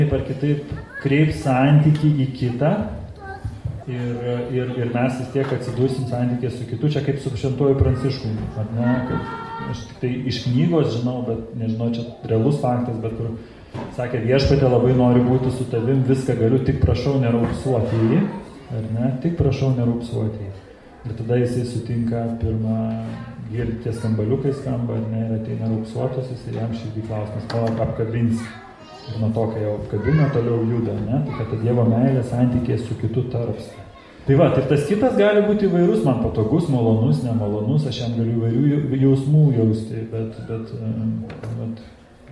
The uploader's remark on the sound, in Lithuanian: Įrašas iš Šeimų festivalio